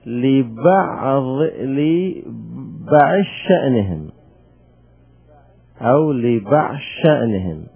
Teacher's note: أزال الضاد وحولها إلى شين وأدغم الشين في الشين · Term: إدغام